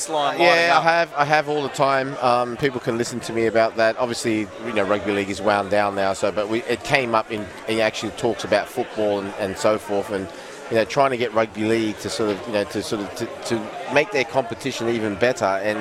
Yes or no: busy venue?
yes